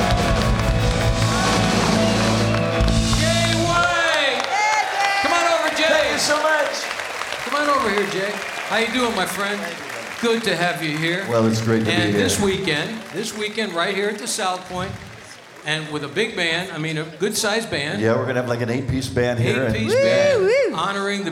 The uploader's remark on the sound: Live at the South Point Casino